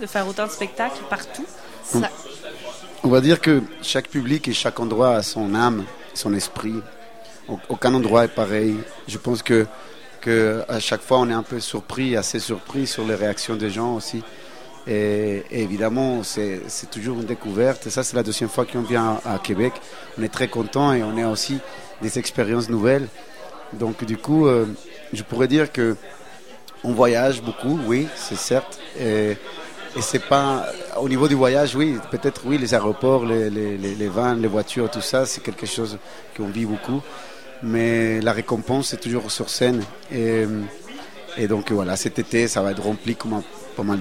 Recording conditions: busy venue